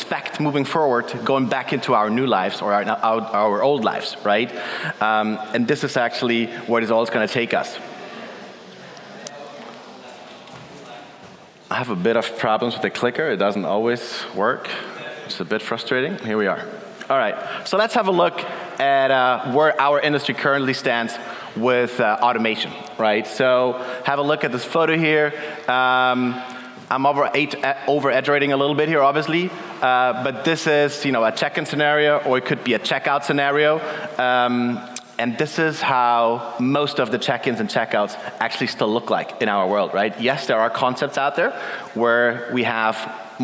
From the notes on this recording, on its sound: Keynote at our CoCoCoCo Main Stage, powered by Duetto.